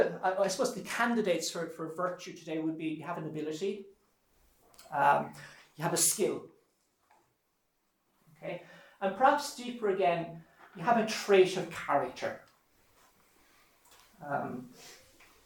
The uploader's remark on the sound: This lecture was given on June 16th, 2023, at Holy Family Mission, Glencomeragh House Kilsheelan, TA Ireland.